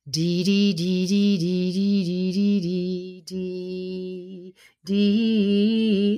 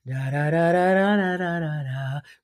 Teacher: The E sound will tighten it up again. And the ah sound loosens it up.